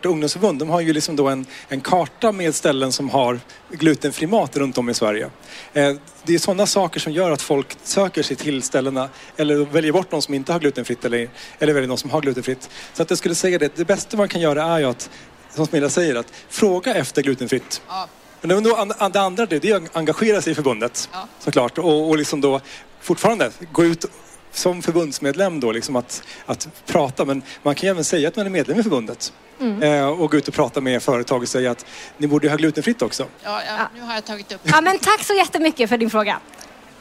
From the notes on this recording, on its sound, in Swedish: Poddar live från Mat för livet-mässan!